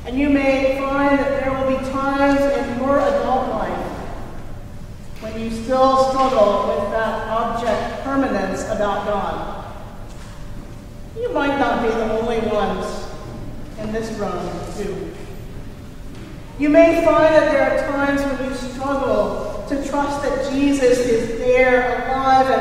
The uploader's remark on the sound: Recorded at Trinity Church in Princeton, New Jersey